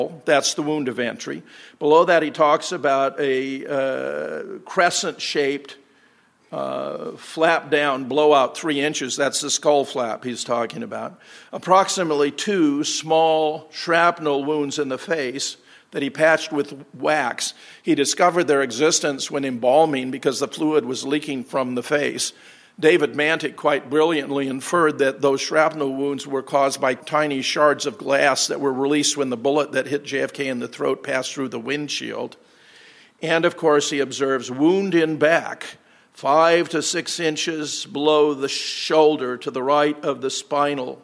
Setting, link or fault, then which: setting, live audience